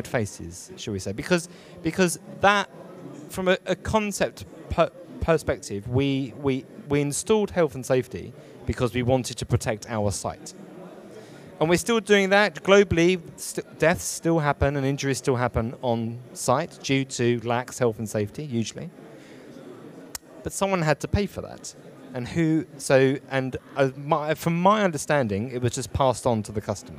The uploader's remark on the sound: Live from Dublin